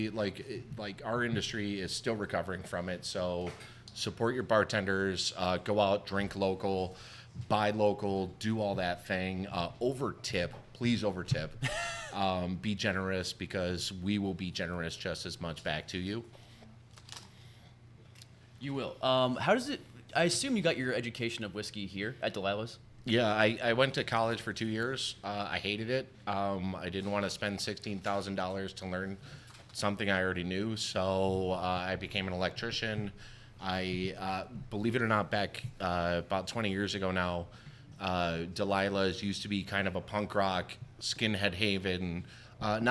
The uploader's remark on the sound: Live from Delilah’s we celebrated World Whisky Day with our good friends from six distilleries from across the world.